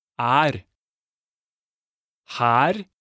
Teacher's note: This vowel will be pronounced more openly before the letter R, like share.